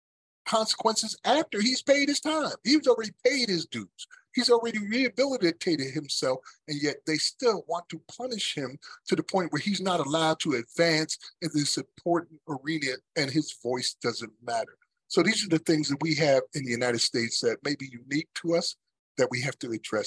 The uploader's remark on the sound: Audio from Freedom Day webinar